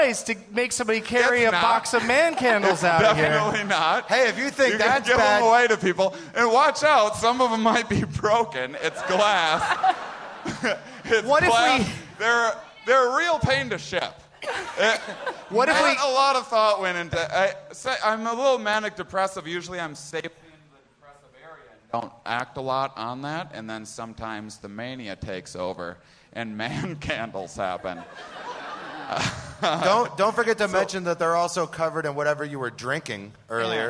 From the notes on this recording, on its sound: Live from the Tempe Improv in Tempe, Arizona